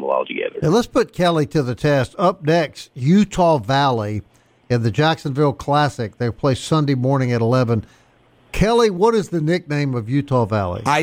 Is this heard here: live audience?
no